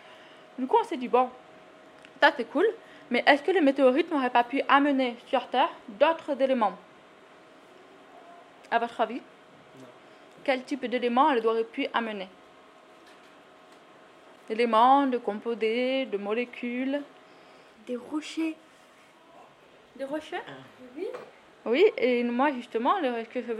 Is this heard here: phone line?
no